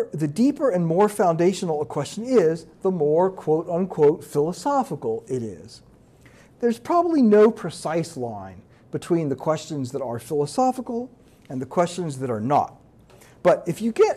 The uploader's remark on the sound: This lecture was given on September 11, 2023, at the University of Maryland